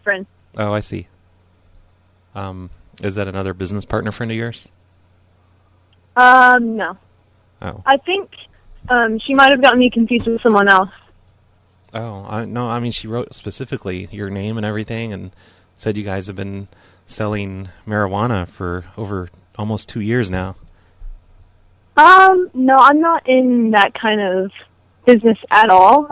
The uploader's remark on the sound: Prank Phone Calls.